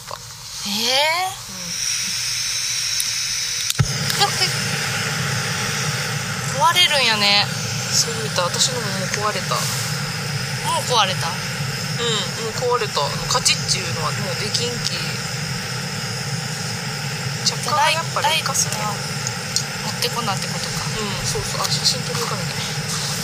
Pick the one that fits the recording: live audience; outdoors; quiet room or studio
outdoors